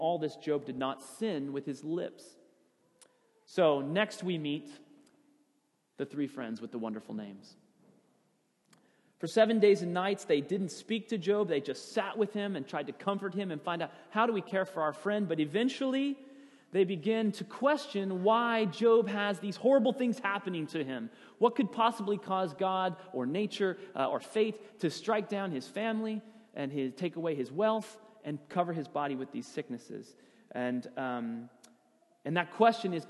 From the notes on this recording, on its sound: Sermon audio from FIBC Copenhagen, Sunday, January 3, 2016.